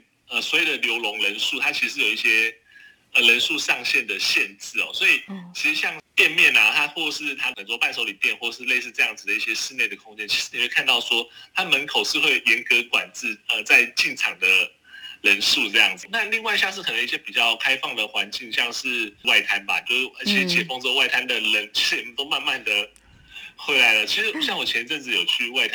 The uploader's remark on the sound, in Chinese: 連線訪問中央社駐上海記者